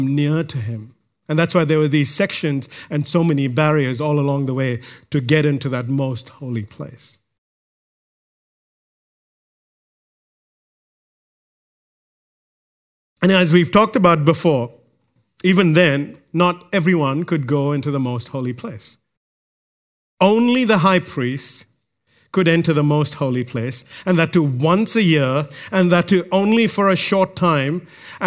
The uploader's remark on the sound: recorded live at Grace Community Bible Church